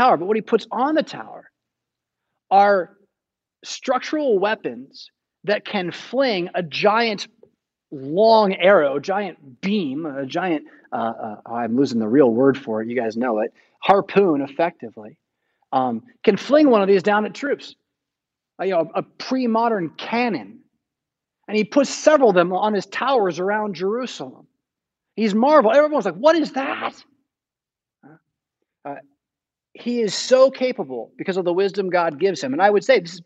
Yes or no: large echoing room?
yes